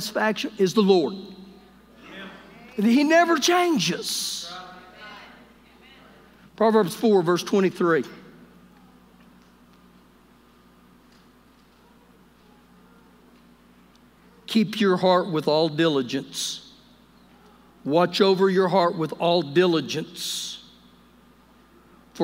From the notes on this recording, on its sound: Recorded live during our Wednesday night service